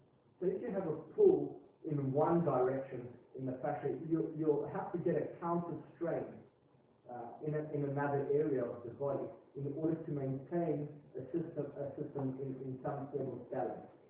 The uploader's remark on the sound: RockTape kinesiotape seminar. Recorded seminar.